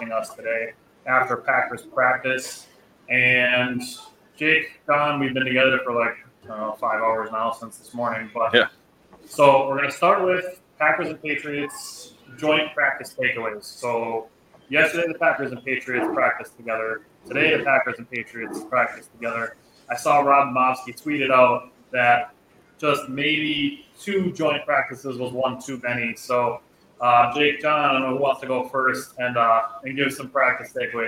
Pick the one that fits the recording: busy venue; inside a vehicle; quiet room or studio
busy venue